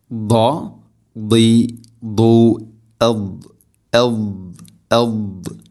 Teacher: അതുപോലെ തന്നെ മറദുൻ ദാ, ദാദിൻ്റെ ഉച്ചാരണം നാവിൻ്റെ ഏതെങ്കിലും ഒരു സൈഡ് അണപ്പല്ലുകളോട് ചേർന്ന് നീളത്തിൽ തട്ടിക്കൊണ്ടായിരിക്കണം അതിൻ്റെ ആ ഒരു ഉച്ചാരണം, ആ ഒരു ശബ്ദം വരേണ്ടത്.